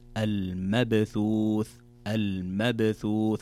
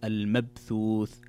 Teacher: هنا عندنا باء ساكنة، وتكلمنا عنها سابقا أن الباء الساكنة إذا جاءت في وسط أو نهاية الكلمة يكون الحكم فيها قلقلة، والقلقلة هي اضطراب الصوت في نطق الحرف · Shown in: first take